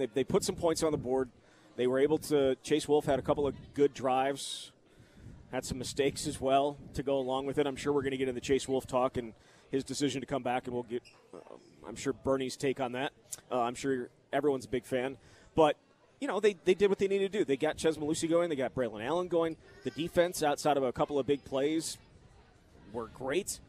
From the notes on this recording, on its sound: live at Monk's in Sun Prairie